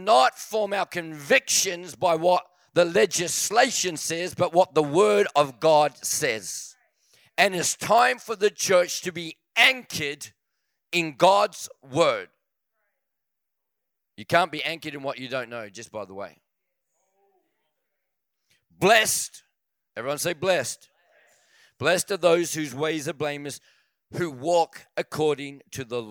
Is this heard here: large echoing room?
yes